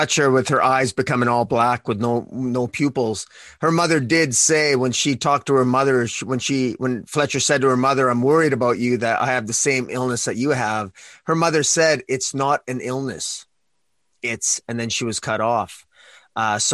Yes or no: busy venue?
no